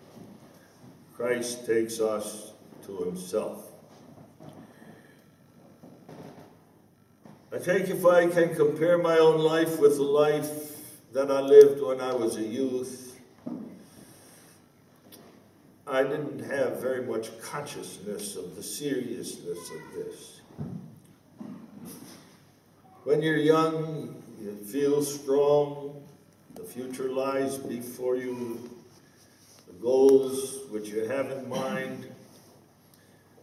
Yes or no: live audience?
yes